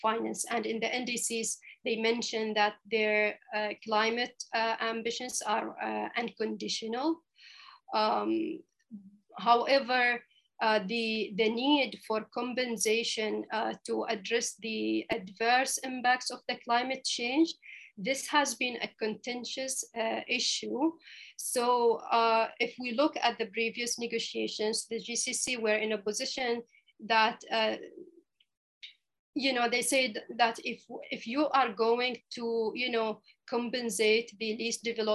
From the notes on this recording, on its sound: This public talk was conducted online via Zoom